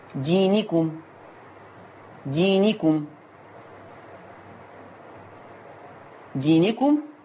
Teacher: فيها صلة الميم بمقدار الإشباع ست حركات